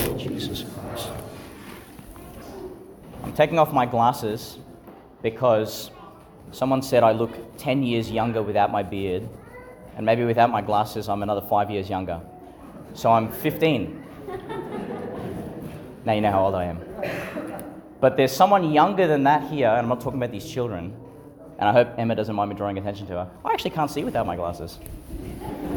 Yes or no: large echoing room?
yes